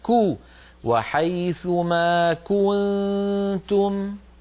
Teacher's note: ما كان عندك ملاحظات إلا كلمة كنتم التي نبهتك على ضم الشفتين عند الكاف المضمومة